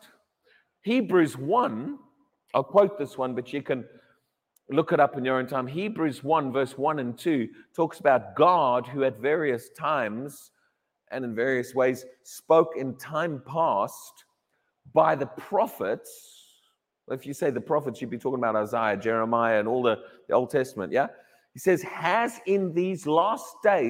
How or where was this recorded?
large echoing room